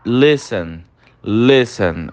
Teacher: Repara que o T, a letra T, nessa palavra, ela desliza levemente, ela é quase que oculta, né? Ela dá uma deslizada. · Term: muda